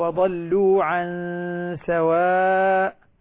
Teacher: لاحظ غنة الإخفاء، وضلوا عن سواء، لاحظ عن النون مع السين